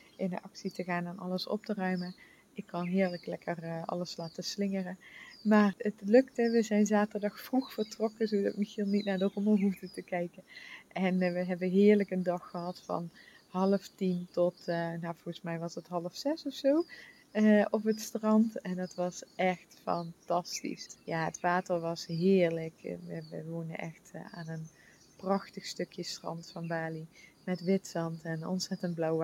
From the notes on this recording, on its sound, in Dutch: Na 3 maanden zijn we weer terug in ons eigen huis op Bali! Vogelgeluiden én weer vanuit de hangmat!